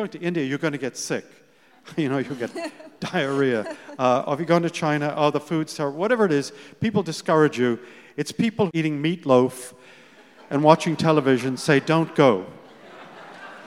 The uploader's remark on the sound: This time, live onstage. Live stage interview. At Town Hall Seattle.